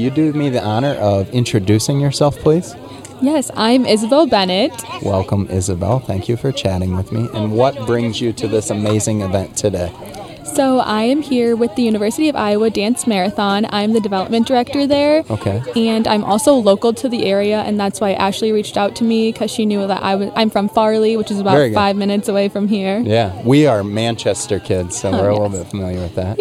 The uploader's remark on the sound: What is more iconic than for a podcast built in Iowa to record an episode at the Field of Dreams nestled in Dyersville, Iowa?